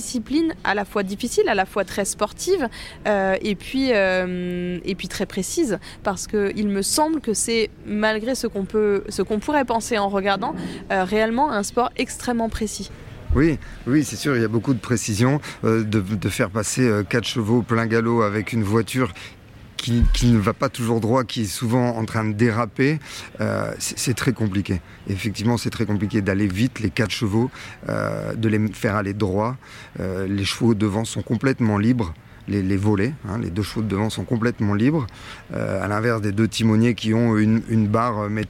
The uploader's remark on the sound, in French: En immersion au CHI de Genève. Nous sommes en direct du CHI de Genève.